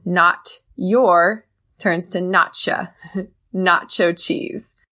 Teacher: So we connect the T with the Y and it turns to don't ya.